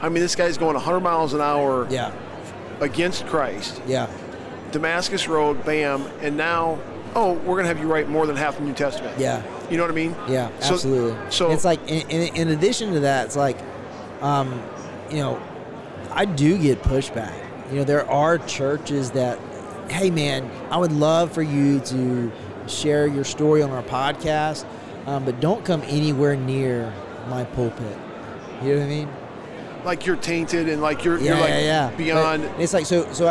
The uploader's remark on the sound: LIVE from NRB 2022!